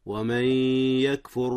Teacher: إدغام، أدغمت النون، نون من في ياء يكفر، إدغام بغنة. والإدغام بغنة 50% للمدغم وخمسون بالمئة للمدغم فيه.